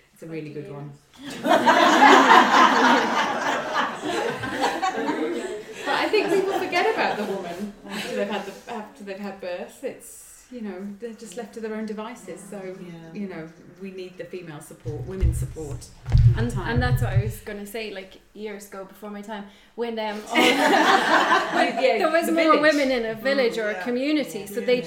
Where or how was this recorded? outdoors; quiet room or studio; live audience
live audience